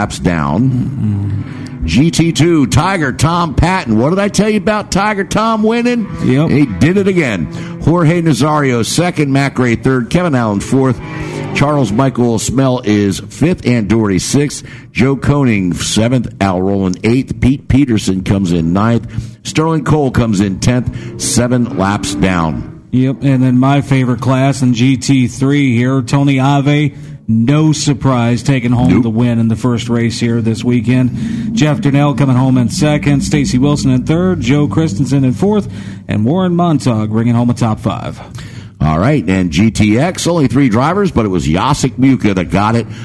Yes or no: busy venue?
yes